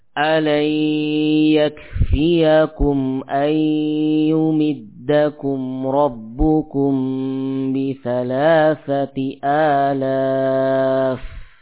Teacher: Nah, di sini syahidnya adalah alayakfiyakum dan ayyumiddakum, ya, diiringi dengan sifat gunnah